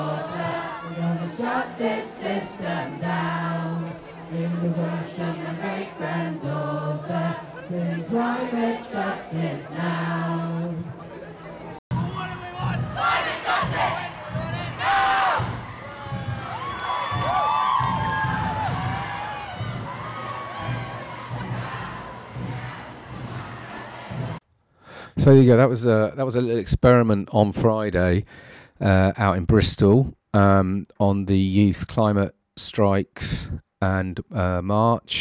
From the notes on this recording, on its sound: Fridays for Future School Climate Strike Live from Bristol. In this episode I head to Bristol with my son to join the Schools Climate Action strike - Fridays for Future and chat to students. This is experimental, noisey and insightful!